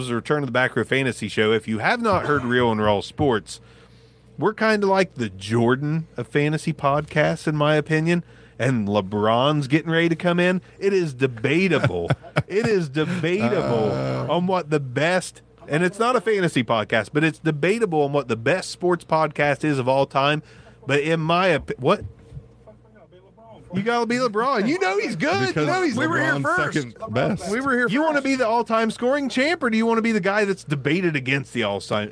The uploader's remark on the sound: The show was live from the Lani & Landyn Fundraiser!